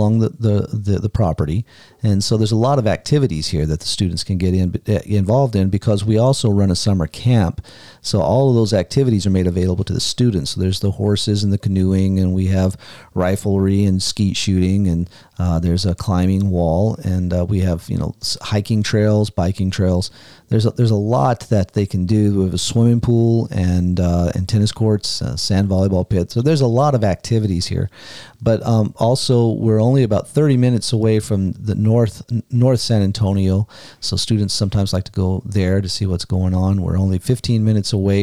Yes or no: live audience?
no